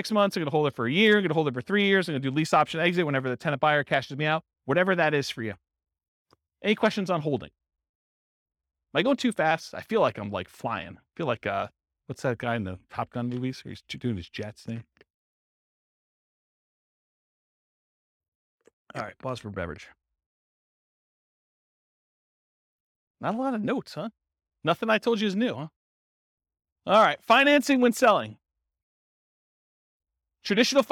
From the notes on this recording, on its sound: This was a live class recorded